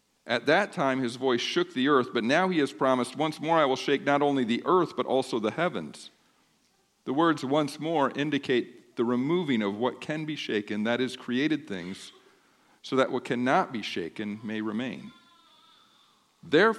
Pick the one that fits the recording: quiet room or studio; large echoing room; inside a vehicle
large echoing room